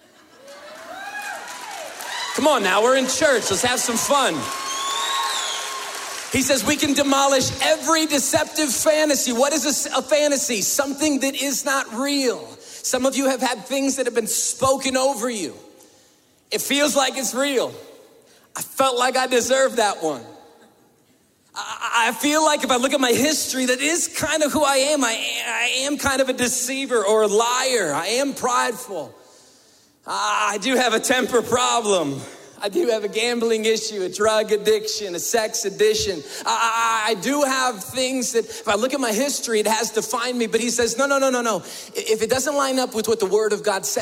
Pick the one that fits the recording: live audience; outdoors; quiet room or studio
live audience